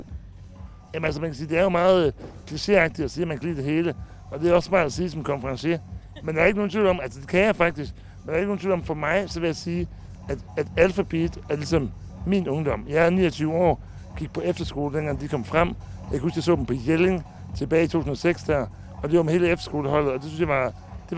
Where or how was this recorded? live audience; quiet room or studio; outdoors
outdoors